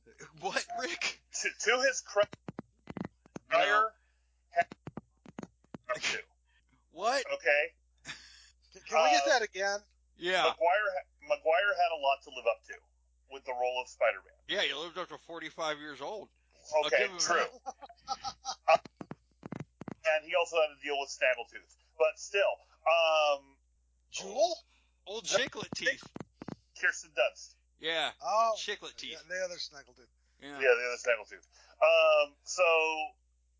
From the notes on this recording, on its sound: There are technical difficulties throughout...